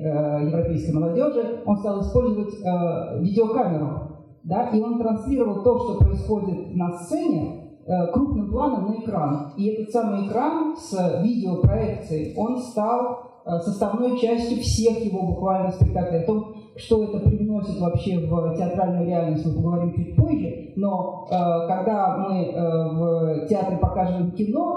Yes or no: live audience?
yes